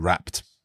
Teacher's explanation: the p sound at the end of wrap, it needs us to make a t sound. Now, to be honest, when you're speaking, there's not a lot of difference between t and d.